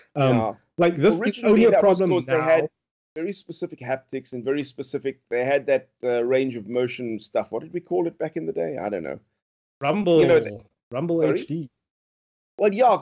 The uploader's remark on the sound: Recorded via Skype